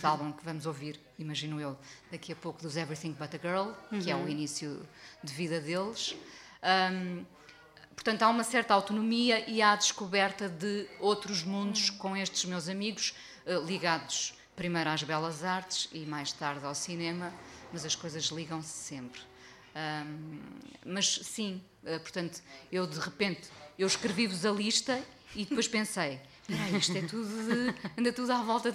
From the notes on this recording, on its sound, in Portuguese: em mais um episódio do Salt Peanuts ao vivo na Chasing Rabbits